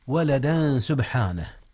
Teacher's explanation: فإذا وصلنا ولدا سبحانه نقول إخفاء هنا. نعم، إخفاء التنوين قبل السين، والسين من حروف الإخفاء. سبحانه، هناك قلقلة في حرف الباء.